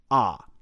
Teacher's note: classify ah as an open vowel because it's produced with a fully open mouth without obstruction by the tongue or the lips